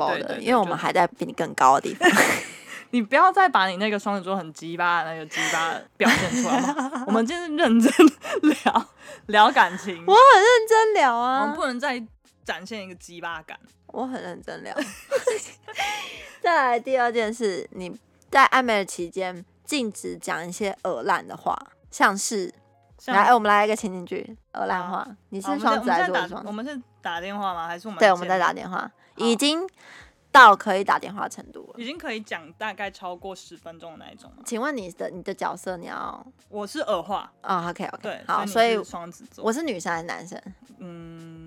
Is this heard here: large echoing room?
no